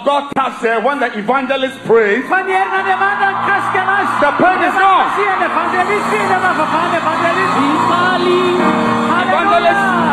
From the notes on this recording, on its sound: Preached at the Healing Jesus Crusade May 2023, Mahajanga-Madagascar.